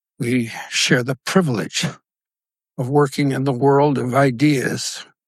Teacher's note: Also die Stimme ist behauchter. Die Stimme ist etwas zittriger. Das nennt sich Schimmer für all die, die das mal googeln wollen.